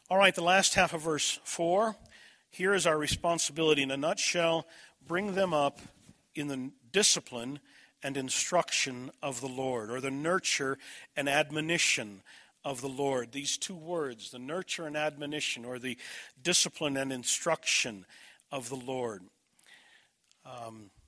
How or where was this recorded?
large echoing room